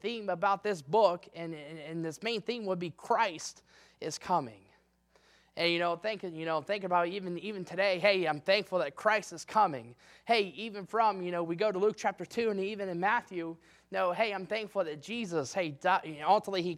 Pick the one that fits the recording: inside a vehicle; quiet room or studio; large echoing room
large echoing room